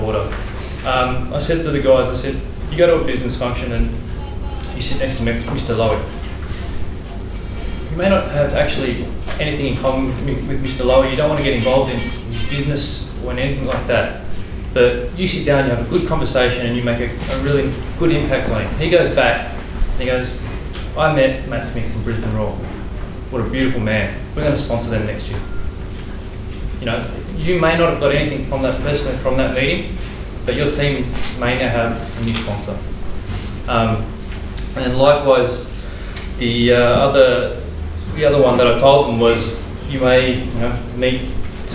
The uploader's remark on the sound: The Lowy Institute and the AFC Asian Cup 2015 Australia local organising committee hosted a one-day conference on 23 November 2012. This is a recording of Session 1: Trade and Investment.